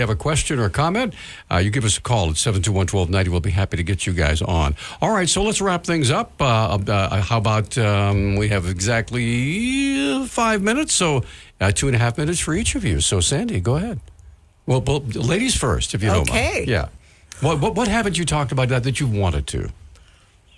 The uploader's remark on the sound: The phone lines were busy the entire show with people wanting to ask a wide variety of questions.